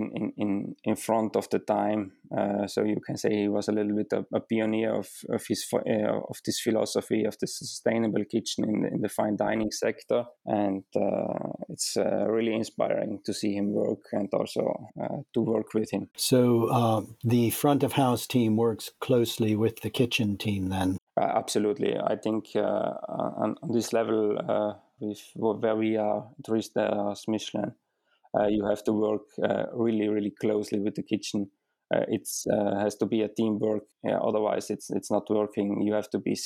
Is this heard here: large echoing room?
no